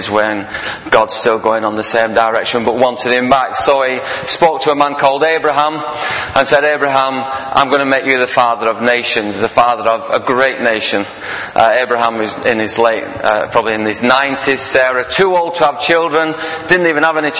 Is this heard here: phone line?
no